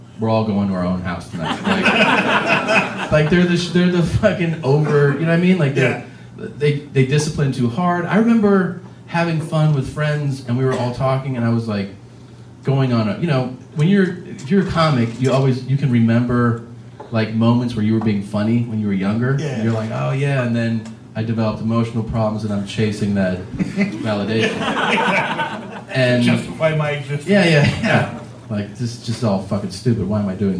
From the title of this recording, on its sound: Live From Vancouver